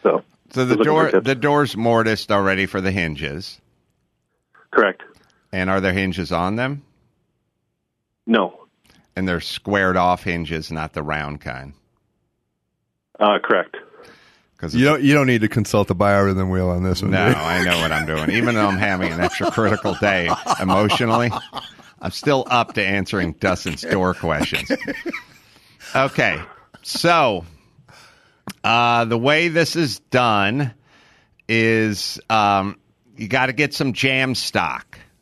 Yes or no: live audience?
no